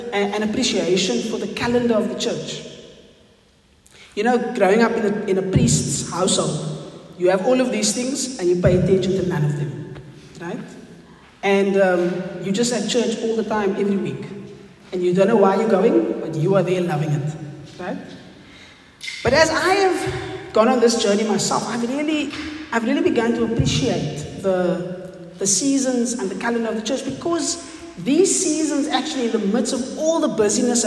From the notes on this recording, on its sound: Recorded on the 1st Sunday in Advent at St John's Wynberg